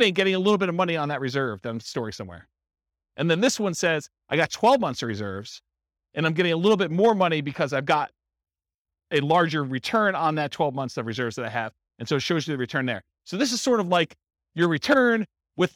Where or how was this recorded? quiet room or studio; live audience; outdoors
live audience